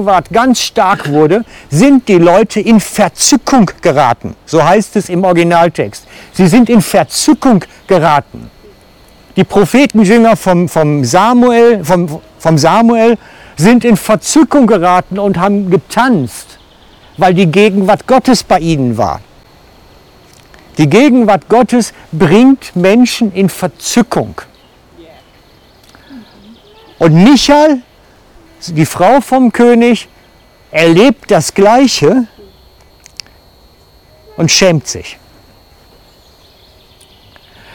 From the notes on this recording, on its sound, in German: Aus dem Wald-Gottesdienst. Für die FCG Lenzburg.